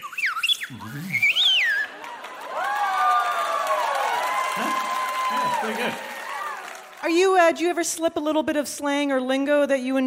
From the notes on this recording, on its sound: Live from Central Park's SummerStage Festival